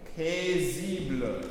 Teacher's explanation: the last syllable is a schwa, so it's like the word book.